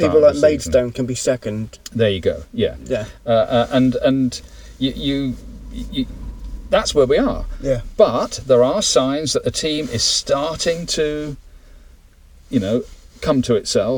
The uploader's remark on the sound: Is joined in the car, parked in Marnham Road. Talking in the Gary Johnson Suit at Plainmoor. Two old men sitting in a car in Marnham Road talking about football.